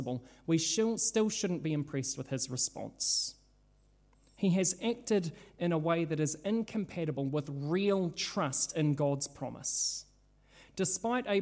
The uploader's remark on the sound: This sermon was originally preached at Holy Trinity Richmond, on Sunday 3rd July 2022.